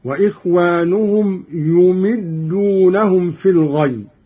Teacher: بضم الياء وكسر الميم هكذا